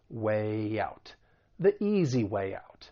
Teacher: So way, even though it's spelled W-A-Y, it's actually a vowel sound, way. It's a front vowel sound, which means we would insert a slight y sound in order to link it with the vowel sound in out · Term: intrusion